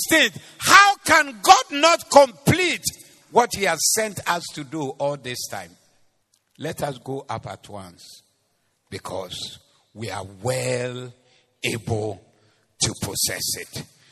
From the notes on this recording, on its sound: Preached at the Doxa Service